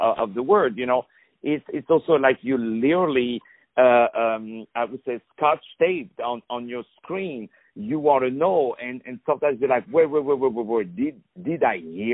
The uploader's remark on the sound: On the phone.